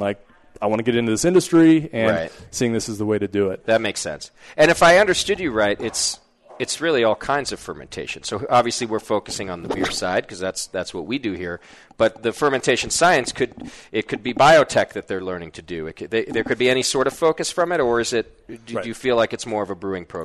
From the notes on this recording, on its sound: Live webcast from The Hop Grenade Taproom. Travels back to Fort Collins for another live webcast from The Hop Grenade Taproom .